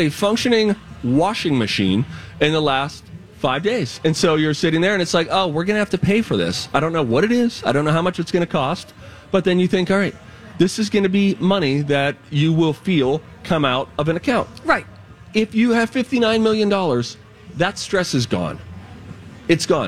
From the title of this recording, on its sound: Live From The State Fair!